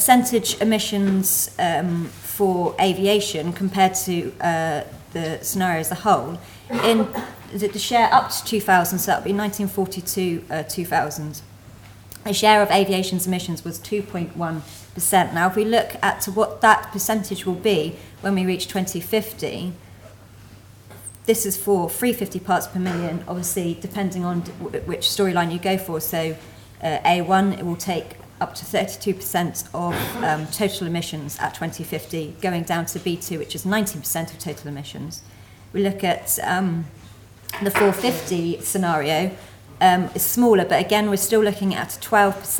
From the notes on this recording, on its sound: Fourth presentation of session 9 of the 4 Degrees international climate conference.